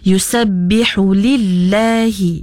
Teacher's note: Makhraj huruf lam tu nya adalah pada makhraj al-lisan, iaitu makhraj yang keluar daripada lisan kita ataupun lidah kita. Mungkin kita boleh perbaiki lagi dari segi sifat huruf lam ya. Nya nipis, jangan ditebalkan.